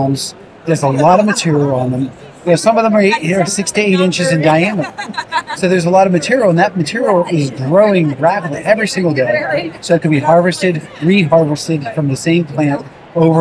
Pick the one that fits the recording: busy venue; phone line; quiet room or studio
busy venue